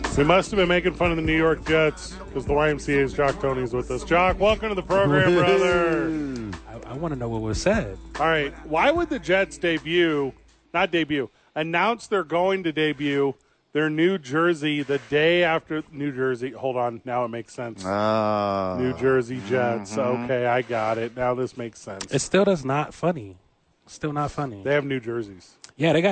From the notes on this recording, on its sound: live from The Dukes Store